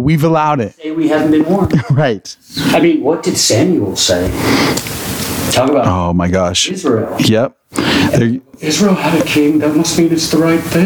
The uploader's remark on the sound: We had some technical difficulty. This episode would be impossible to duplicate and had incredible moments so with some magic we were able to make his voice audible.